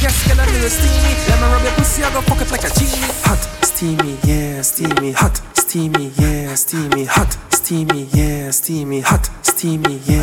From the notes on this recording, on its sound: ISLAND SATURDAYS IN PROVIDENCE. Live audio recording from my segment at Island Saturdays.